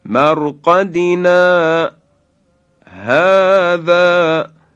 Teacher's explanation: خب مورد دوم در سوره مبارکه یاسین آیه 52 هست که کلمه مرقدنا هذا، این مرقدنا رو میگیم، حرف آخر رو وقتی گفتیم و دو حرکت کشیدیم نا، مرقدنا هذا، به اندازه تقریبا دو حرکت اینجا مکس میکنیم، سکت ایجاد میشه